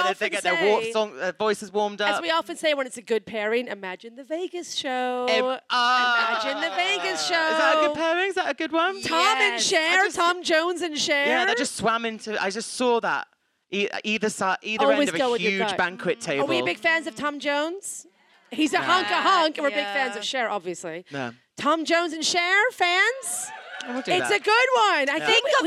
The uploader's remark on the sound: Gave the world what it wanted with a live show at the London Podcast Festival! Stepped out in front of the lights - and a baying crowd.